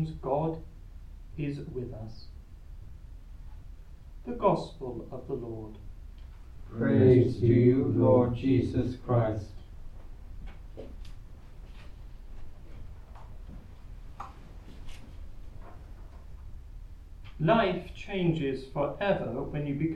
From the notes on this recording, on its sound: Recorded live at Southgate House on 8 September 2023.